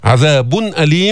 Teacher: إظهار التنوين عند الهمزة لأنه الهمزة من حروف الحلق